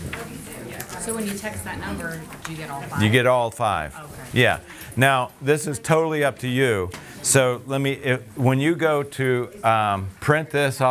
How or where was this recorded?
busy venue